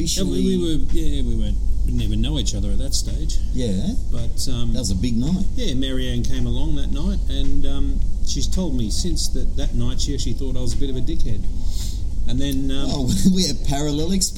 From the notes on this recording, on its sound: Recording live from the Brighton Lakes Recreation & Golf Club in Moorebank.